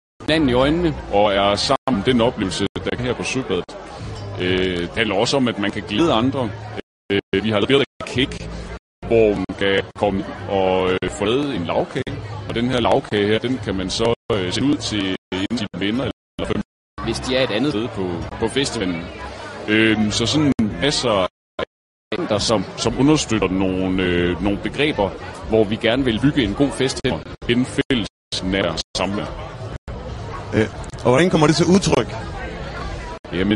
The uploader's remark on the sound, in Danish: Live fra Søbadet - det lækre og lidt skøre pusterum fra skovfesten. Udsigten over søen.